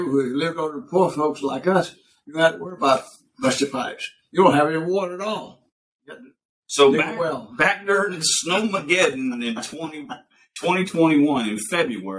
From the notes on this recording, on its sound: We apologize for our continued technical difficulties.